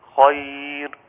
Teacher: هو الخاء بس اللي مفخمة، حتى الياء لا تأخذ من تفخيم الخاء